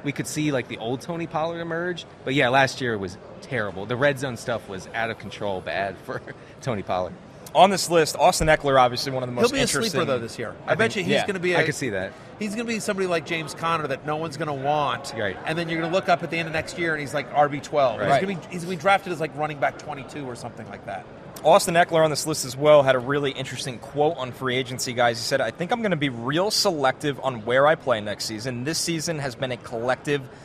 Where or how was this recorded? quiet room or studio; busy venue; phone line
busy venue